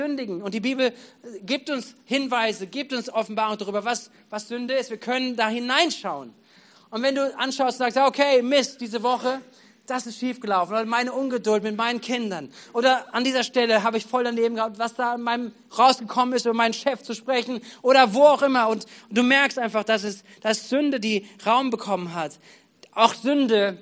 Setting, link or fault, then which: setting, large echoing room